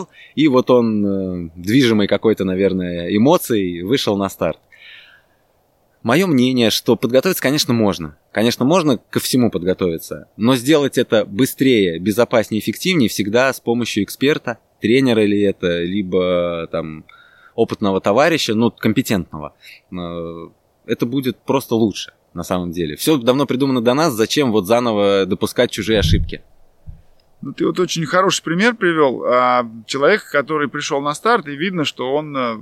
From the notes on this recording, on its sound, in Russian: записывали мы его прямо в лесу под звуки природы